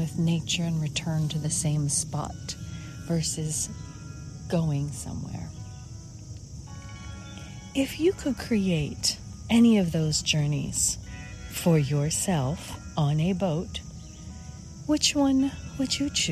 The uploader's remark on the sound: Walk and Talk